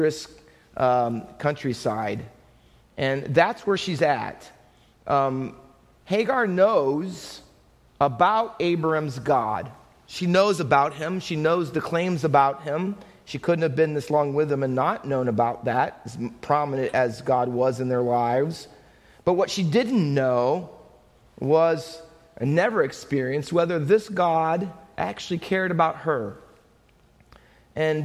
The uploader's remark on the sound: Faith Baptist Church in Hamilton, NJ.